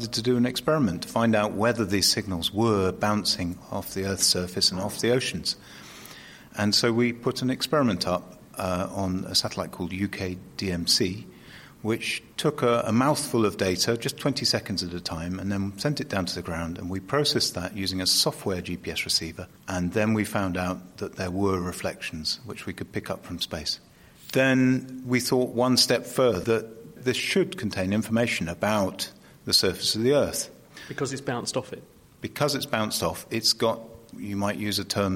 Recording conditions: busy venue